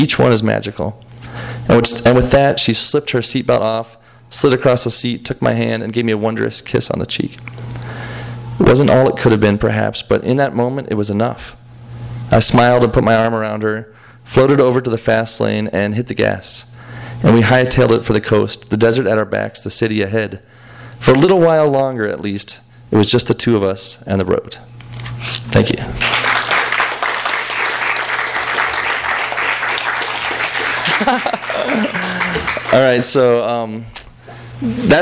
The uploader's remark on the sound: THIS EVENT WAS RECORDED LIVE AT SKYLIGHT BOOK MAY 1, 2013.